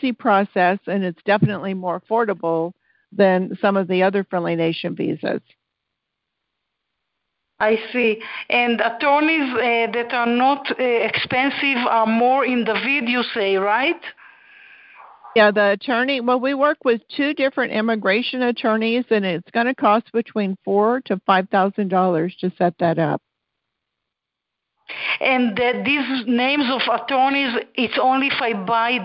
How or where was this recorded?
phone line